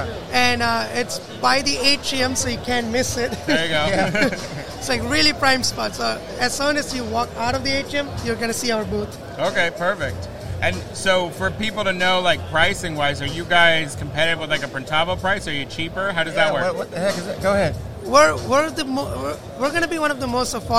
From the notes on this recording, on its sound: Live from ISS Long Beach 2024. As we bring you a live and dynamic session straight from the heart of Impression Expo Long Beach 2024.